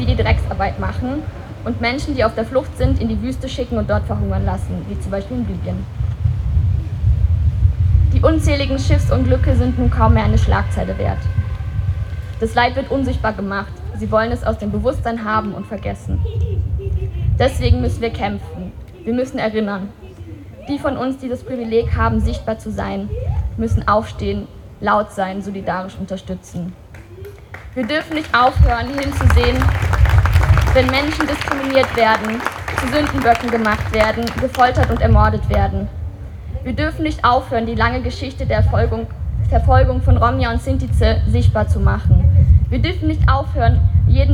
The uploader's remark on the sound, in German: August am Ceija-Stojka-Platz in Wien 7 der 500.000 von Nazis ermordeten Rom*nja und Sinti*zze. Ungeschnittene Aufnahme der Reden auf der Gedenkveranstaltung. (Aus urheberrechtlichen Gründen ohne Musik.)